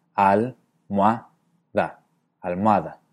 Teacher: los tres pronunciamos las vocales O y A como diptongo wa